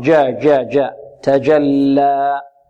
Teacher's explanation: نحذر من خطأ آخر وهو إشرابها صوت الدال. إشرابها صوت الدال، البعض يقول تجلى تد تجلى تجلى جاء، لا خطأ، جاء جاء جاء تجلى.